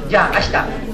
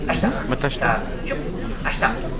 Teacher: Mais dans la conversation courante, le i devient muet.